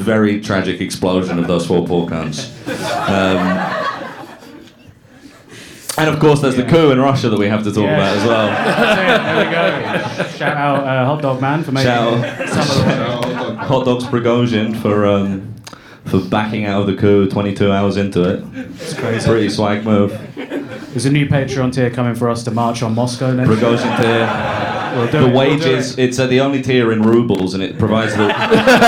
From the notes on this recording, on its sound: LIVE at The Bill Murray. Our first live show.